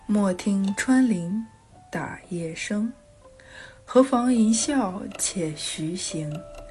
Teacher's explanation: 他的音色偏中低音，在女生当中确实比较有特点，共鸣也比较好，听起来有厚度有质感